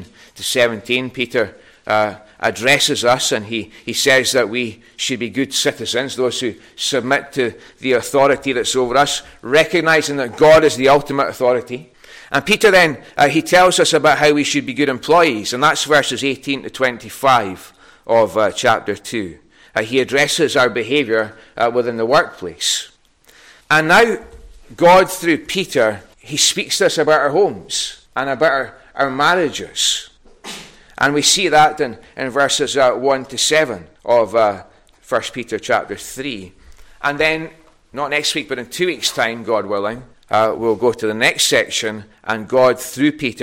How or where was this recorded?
large echoing room